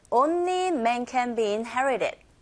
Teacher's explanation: be 동사 자체도 belongs to function word, 기능어인지라 이 be라는 소리와 뒤에 나오는 in과 연결되어져서 can be inherited 이렇게 들려요. Only men can be inherited.